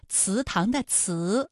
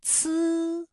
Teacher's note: 出现了多个平舌音，比如说祠堂的祠，声母是呲